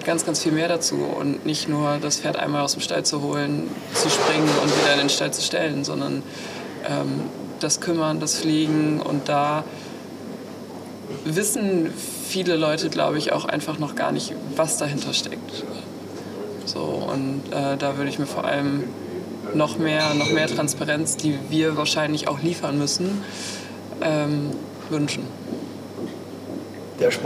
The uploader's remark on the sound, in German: Dieses Gespräch wurde im Zuge des AGRAVIS-Cups im Januar 2024 in Münster aufgenommen.